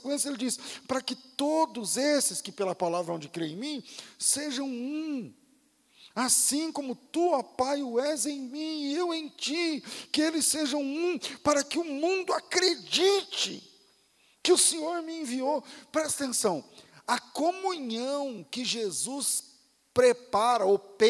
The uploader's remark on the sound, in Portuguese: Culto ao vivo.